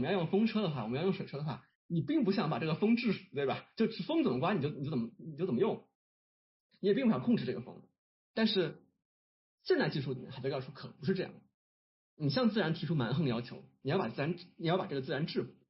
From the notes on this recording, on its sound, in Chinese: 这是一次线上讲座的录音（不包含提问交流部分）。